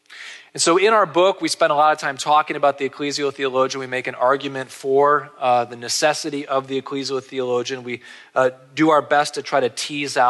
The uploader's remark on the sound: This episode features a conference lecture